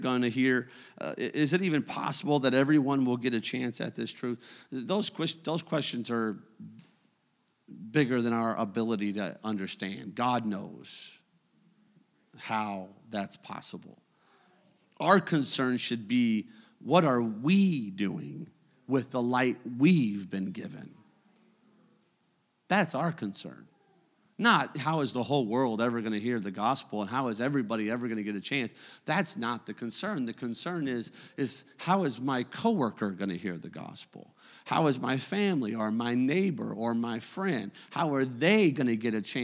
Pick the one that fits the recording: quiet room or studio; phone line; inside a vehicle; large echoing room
large echoing room